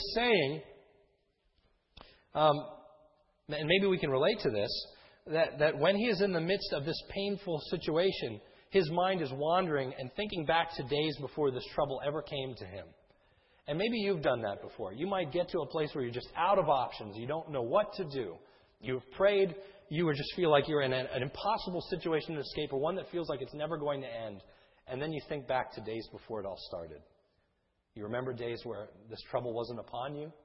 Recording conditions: large echoing room